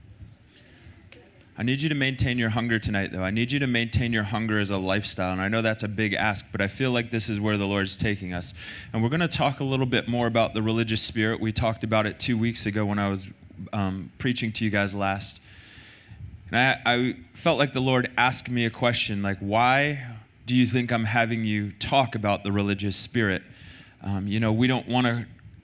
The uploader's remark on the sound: Recorded sunday night service 3-12-2023